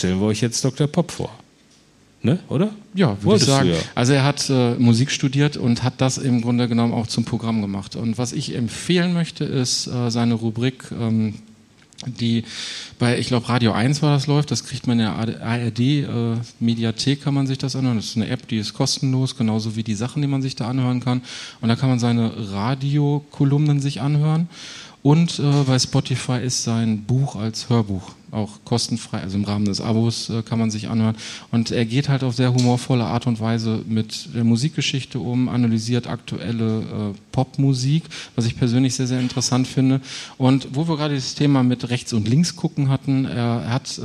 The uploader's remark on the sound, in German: Live in Kassel. Vor Publikum.